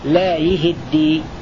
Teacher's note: روى شعبة بكسر الياء والهاء لا يهدي على أن أصلها لا يهتدي، فسكنت التاء لتضغم في الدال فكسرت الهاء تخلصا من التقاء الساكنين، وكسرت الياء قبلها تبعا لكسرة الهاء.